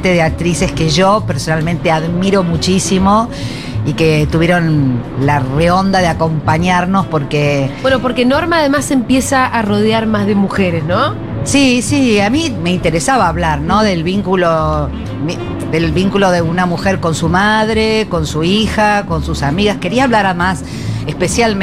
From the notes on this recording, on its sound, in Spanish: Segurola en vivo en Yunta Bar by Futurock FM.